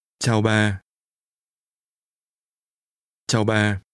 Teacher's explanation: Notice the two low falling tones.